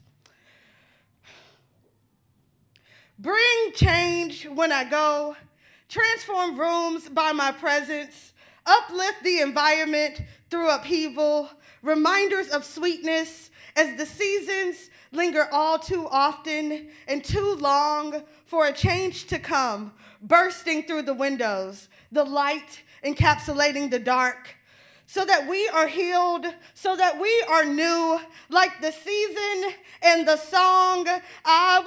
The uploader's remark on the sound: On our season finale we record our episode in front of a live audience. It was an amazing night.